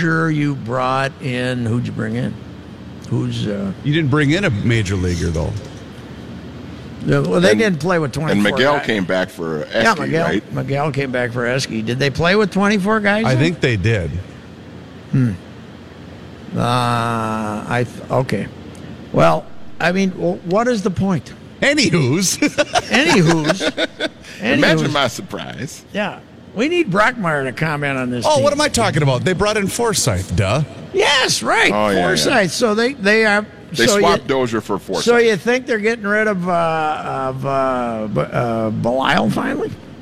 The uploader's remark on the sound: live at the 3M Championship at the TPC